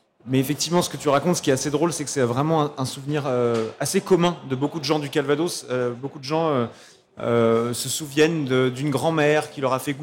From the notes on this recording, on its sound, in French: sur la Scène Liquide Omnivore Food Festival 2021